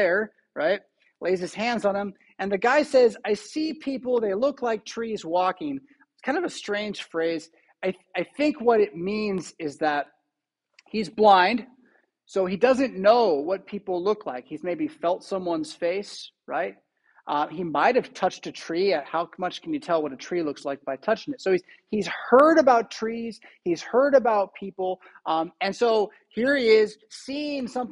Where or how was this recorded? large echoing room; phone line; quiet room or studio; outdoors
large echoing room